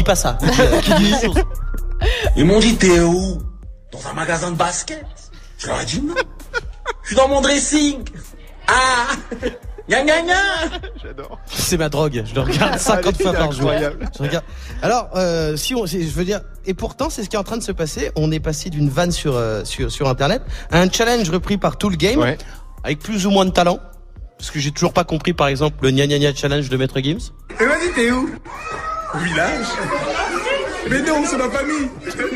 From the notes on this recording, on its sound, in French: En direct du studio 104 pour la semaine de la presse et des médias dans l'école. Mouv'13 Actu se déroule en public.